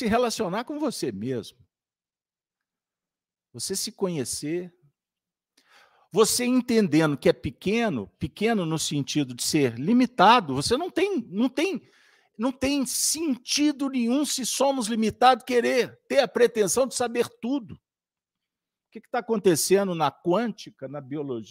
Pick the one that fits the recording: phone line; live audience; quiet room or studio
live audience